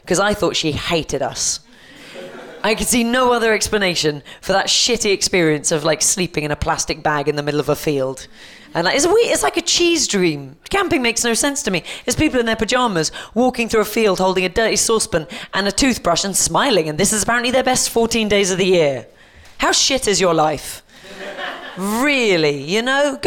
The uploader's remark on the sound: This episode was recorded as part of our 11 day run at PBH's Free Fringe at The Edinburgh Festival. This episode was recorded downstairs at The Fiddler's Elbow.